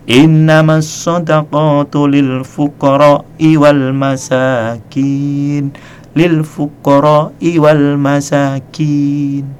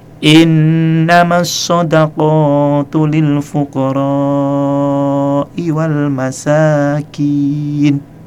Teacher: Kemudian Ibnu Mas'ud menjawab, "Rasulullah sallallahu alaihi wasallam membacakan ayat ini kepada saya." Beliau baca, "Innamas shadaqatu lil fuqara'i wal masakin." Beliau panjangkan kalimat fuqara tadi. · Shown in: second take · Term: mat wajib muttasil